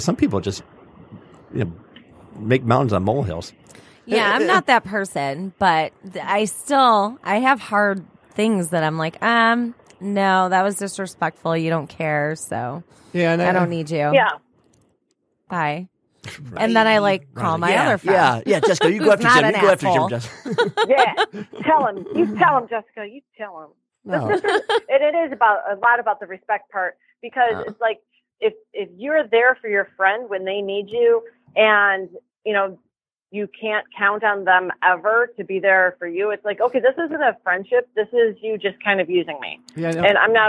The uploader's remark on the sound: doing the show remotely via telephone